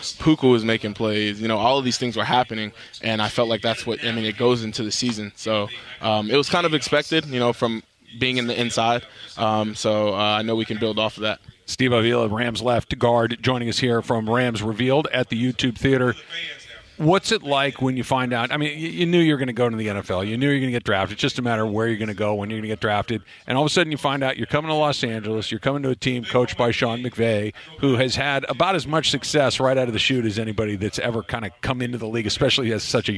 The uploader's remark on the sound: live from YouTube Theater for Rams Revealed